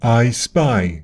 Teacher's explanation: I starts with the jaw open and the tongue more or less in the center. Ah. Then it glides to E. · IPA: /aɪ/